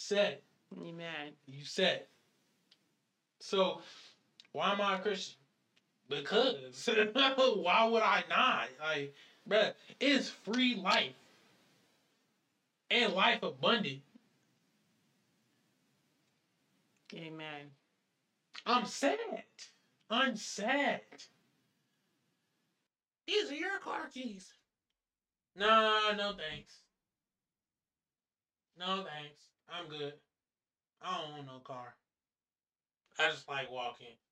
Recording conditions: poor sound quality